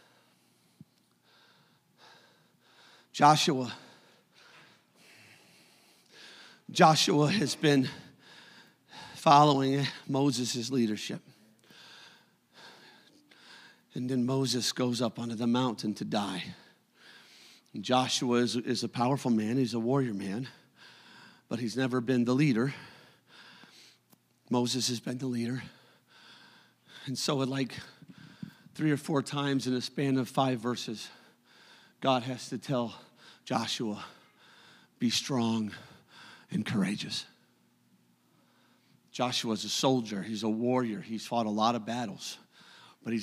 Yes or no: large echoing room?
yes